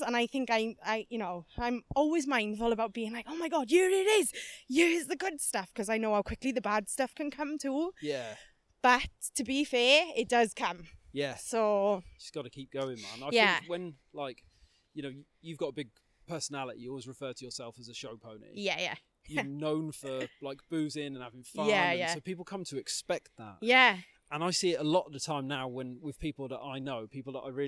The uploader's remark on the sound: We recorded this in person whilst walking around the forestry at Pembrey Country Park and it was an incredible experience!